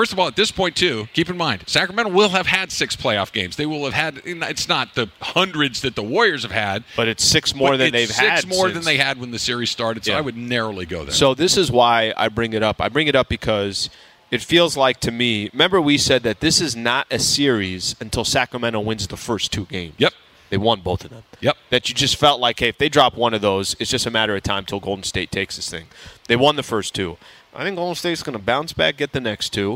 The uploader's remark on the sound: We're live from Commerce Casino!